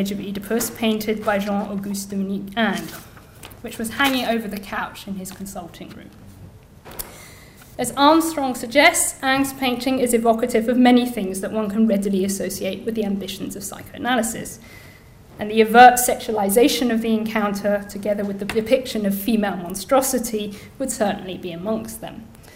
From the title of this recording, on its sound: Inaugural Lecture